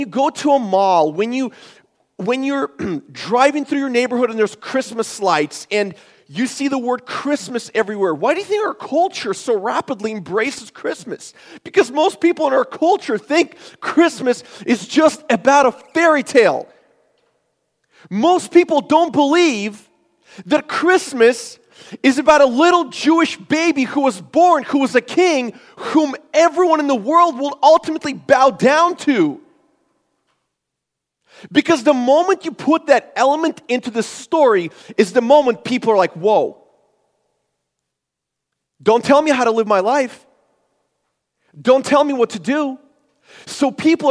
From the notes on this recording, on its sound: This is a sermon I preached at Forward Church for our Christmas series.